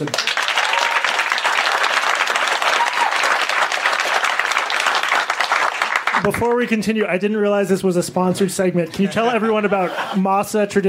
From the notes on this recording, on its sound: audio of a February 20 live event at the Village Underground